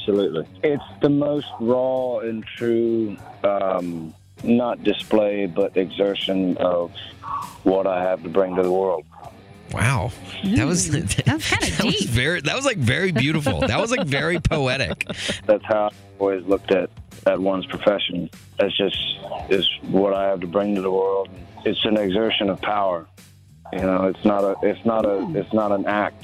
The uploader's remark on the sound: Called in to play One's Gotta Go before he takes the stage at Windy City Smokeout.